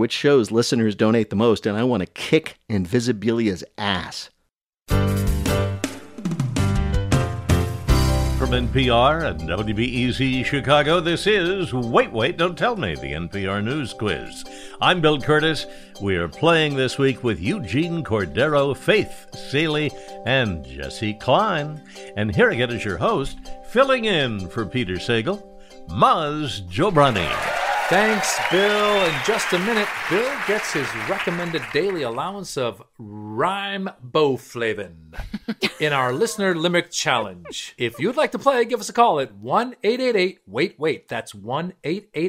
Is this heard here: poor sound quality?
no